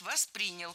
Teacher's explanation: Правильный вариант «воспринял». Ударение в глаголе ставим на второй слог.